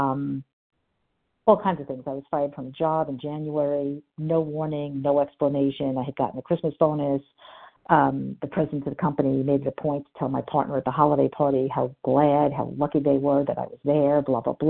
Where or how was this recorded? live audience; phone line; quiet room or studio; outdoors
phone line